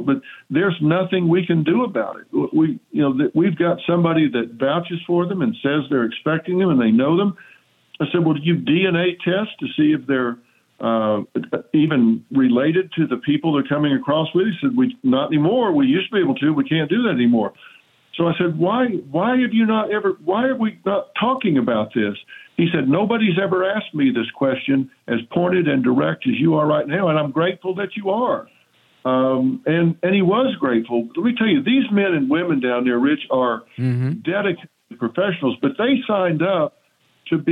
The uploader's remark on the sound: we take your calls in open phones across America